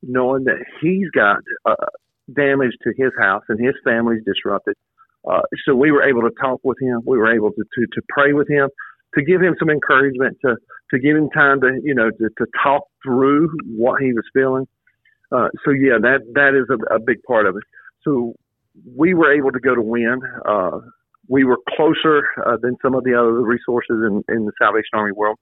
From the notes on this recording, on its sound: join us by phone